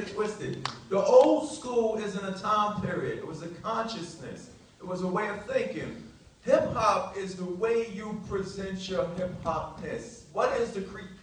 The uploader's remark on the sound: This classic episode that was recorded on the floor of Boston Comic-Con 2014. This classic episode that was recorded on the floor of Boston Comic-Con 2014 , featuring interviews and panel excerpts.